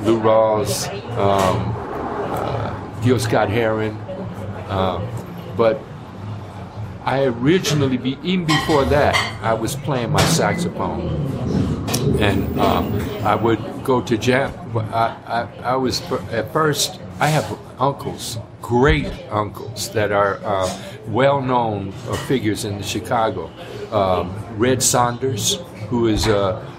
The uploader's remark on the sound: This podcast was recorded LIVE at Snappy's Cafe in Hayward, CA. This podcast was recorded LIVE at Snappy's Cafe in Hayward, CA.